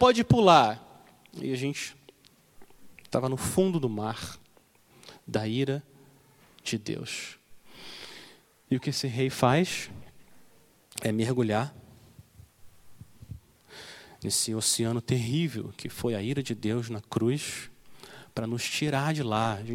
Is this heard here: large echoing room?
yes